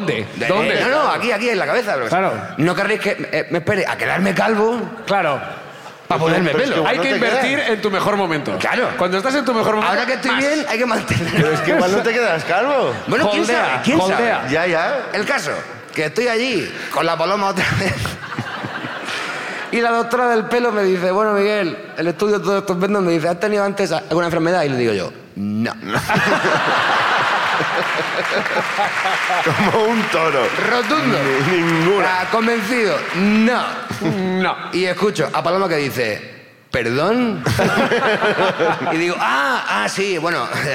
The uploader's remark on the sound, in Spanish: El público de Bilbao